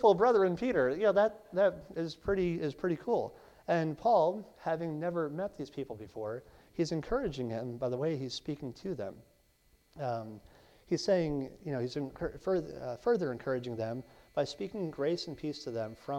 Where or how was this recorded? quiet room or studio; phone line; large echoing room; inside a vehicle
large echoing room